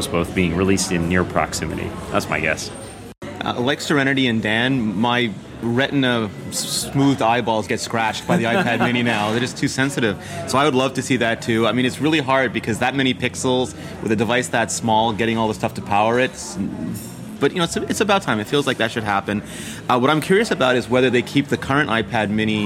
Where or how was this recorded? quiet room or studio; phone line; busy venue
busy venue